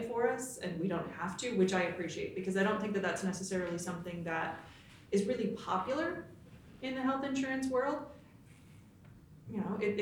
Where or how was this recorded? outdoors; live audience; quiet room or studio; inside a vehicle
live audience